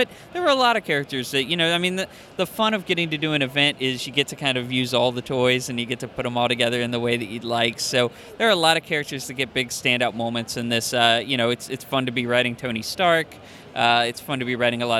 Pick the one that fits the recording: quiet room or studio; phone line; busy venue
busy venue